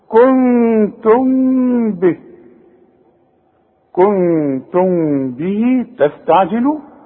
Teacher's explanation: الميم بدون تشكيل بعدها كلمة بتبدأ بالب إذا برضو حخفي وغن وإذا وقفت الميم تظهر أقول كنتم إنما حوصل يحصل انفراد في